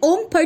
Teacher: खरा उच्चार म्हणजे ओम फट स्वाहामधला खणखणीत फ ओष्ठ अघोष महाप्राण